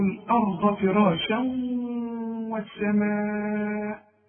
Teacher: شوف الواو مفتوح لكن عند النطق كأنها مشددة · Term: إضغام